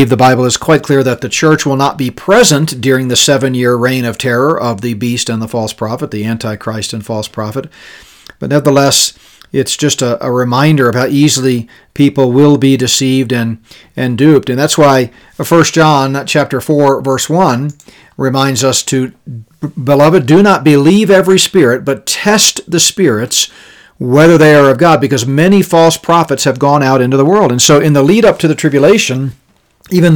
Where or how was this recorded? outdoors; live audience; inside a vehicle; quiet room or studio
quiet room or studio